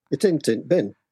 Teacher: But the way they've done it, you would have I-N apostrophe T twice, meaning two different things, and they're not even pronounced the same. Int or isn't has a T sound, but int bin, it's what we call a glottal stop. That T apostrophe is just a glottal stop.